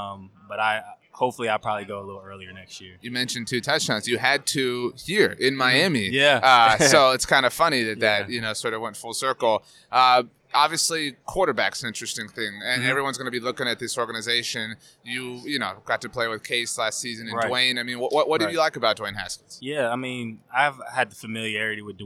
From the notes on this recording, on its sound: on Super Bowl Radio Row